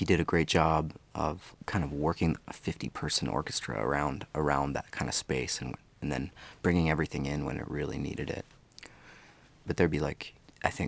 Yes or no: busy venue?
no